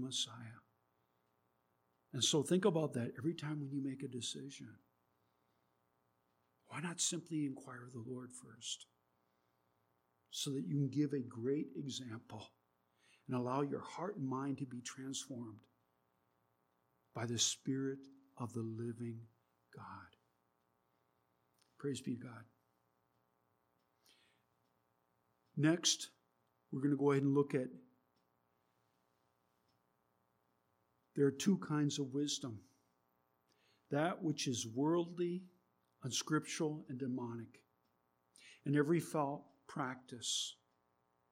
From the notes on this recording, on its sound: There is a low level buzzing in the recording. We tried to reduce the buzzing as best we could.